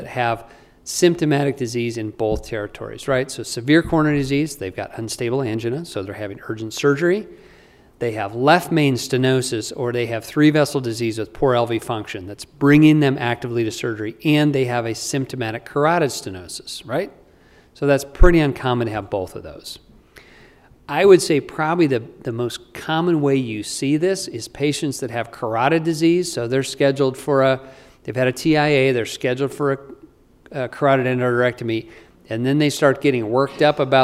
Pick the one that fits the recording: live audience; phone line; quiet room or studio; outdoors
live audience